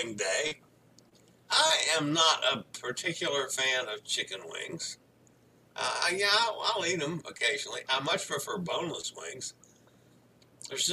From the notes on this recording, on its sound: LIVE from Miami, Florida on board Freedom of the Seas.